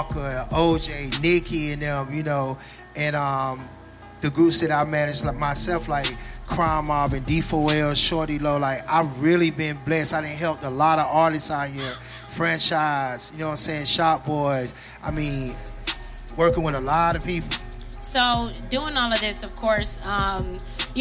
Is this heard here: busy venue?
yes